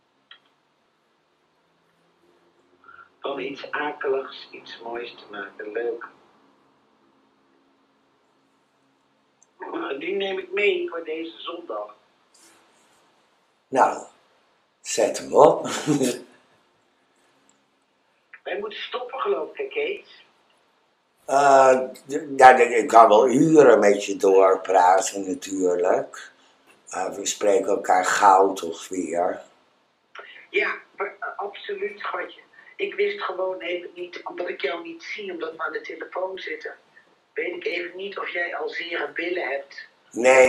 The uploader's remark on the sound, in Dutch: heb ik telefonisch contact met haar, terwijl ik in de Haarlemse galerie en public op de praatstoel zit